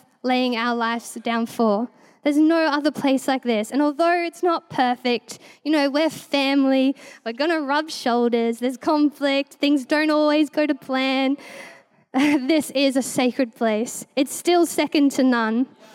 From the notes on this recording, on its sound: This was recorded in our 5pm service on the 15th of Januray, 2023